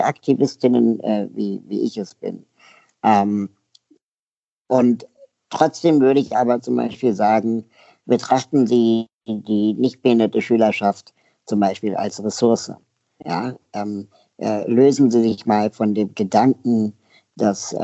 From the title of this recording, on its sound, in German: Skype-Interview